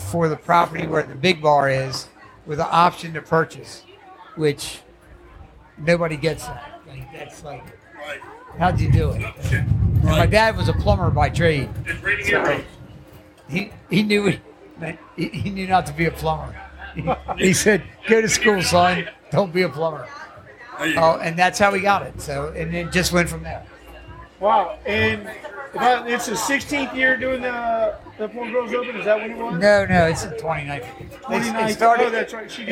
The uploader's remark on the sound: live at the Poor Girls Open weigh in.